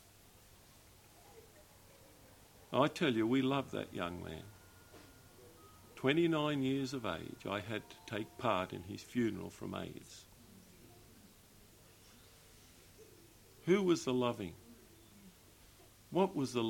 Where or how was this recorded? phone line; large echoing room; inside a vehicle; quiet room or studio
large echoing room